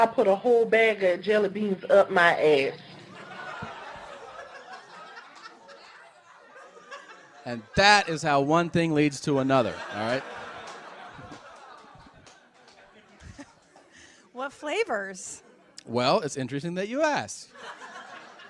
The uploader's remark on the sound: Live from the Ice House. This live show has amazing audio.